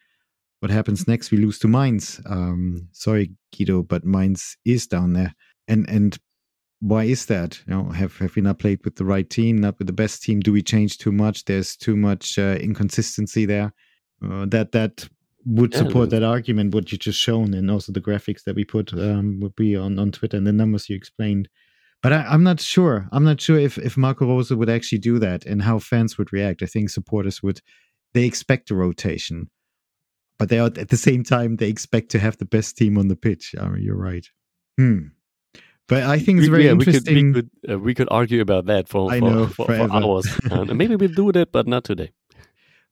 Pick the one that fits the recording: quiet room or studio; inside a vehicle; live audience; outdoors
quiet room or studio